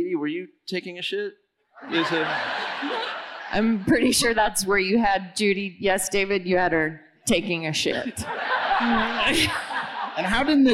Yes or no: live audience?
yes